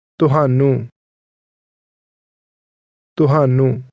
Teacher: Did you note the low level tone?